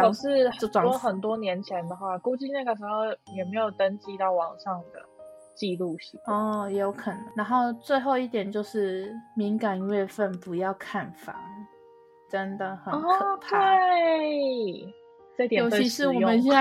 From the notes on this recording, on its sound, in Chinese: 這集在錄製時有許多吵雜背景音。